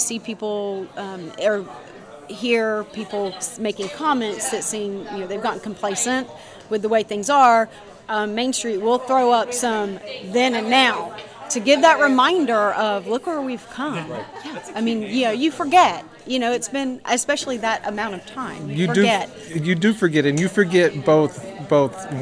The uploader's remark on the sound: Recorded at the 2022 Preservation on Main Street Conference in Deland, Florida.